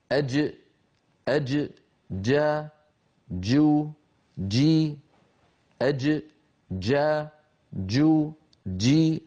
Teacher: أما الجيم الفصيحة الصحيحة التي كانت العرب تنطقها زمن النبوة من وسط اللسان شديدة يعني محبوسة الصوت، مجهورة يعني محبوسة النفس